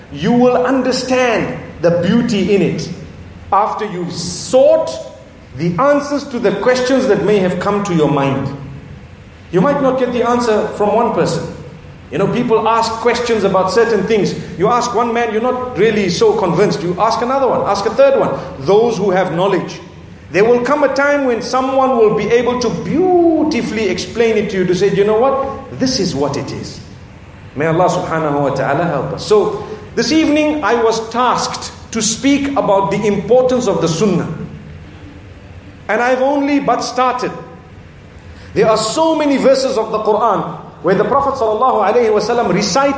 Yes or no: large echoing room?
yes